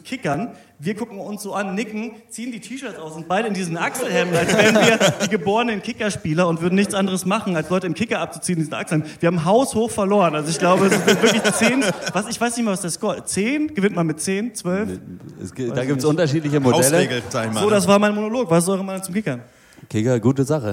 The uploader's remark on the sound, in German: Live in Berlin! Da isser endlich der Mitschnitt unseres ersten Live-Podcasts.